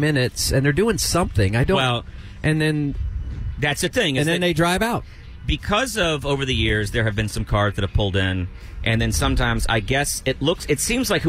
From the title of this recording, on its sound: Live From Republic Square